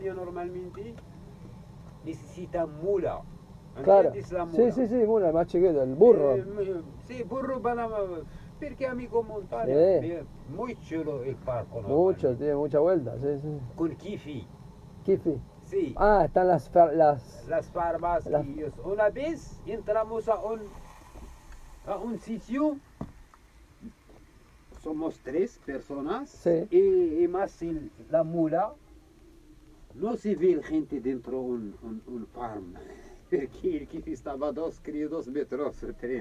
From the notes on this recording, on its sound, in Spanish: Field recordings Morocco. Grabado a los pies de las montañas del Rif, en Morocco.